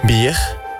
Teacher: Jij zegt een harde G achter de R.